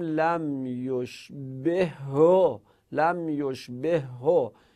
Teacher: ما در تلفظ این دو تا ه رو در یک جا تلفظ کنیم، بگیم لم یشبه هو، لم یشبه هو محکم بگیم. · Term: ادغام